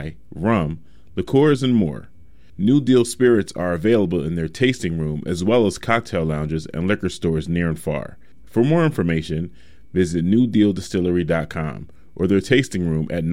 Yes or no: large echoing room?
no